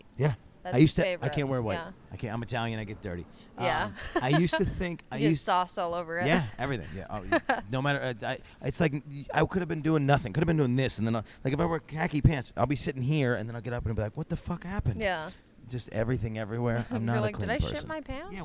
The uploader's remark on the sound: During Exxxotica. Exxxotica Chicago.